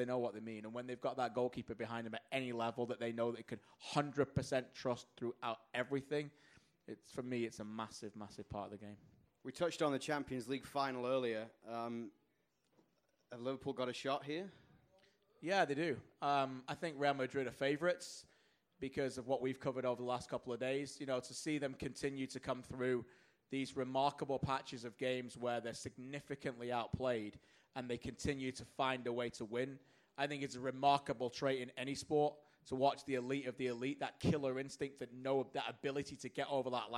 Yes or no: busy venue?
yes